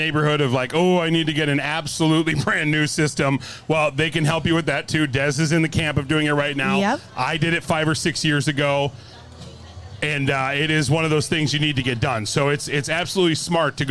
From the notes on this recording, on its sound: We're back out live at the fair and on a tear!